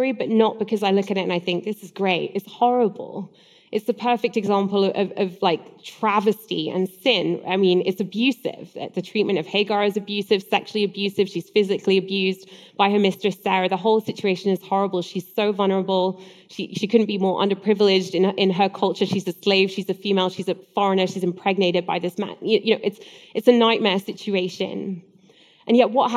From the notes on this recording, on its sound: Live Q&A. An ‘Ask Anything’ event that we did last week at Bay Area Community Church in Annapolis, where the audience were asking a whole range of important questions.